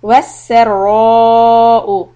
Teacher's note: Seen soft, ra heavy.